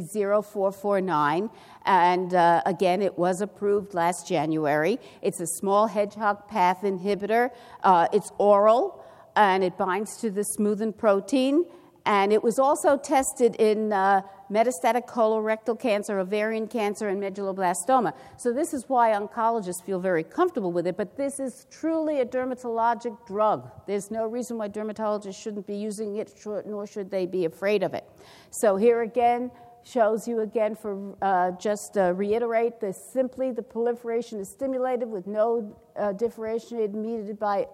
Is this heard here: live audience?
yes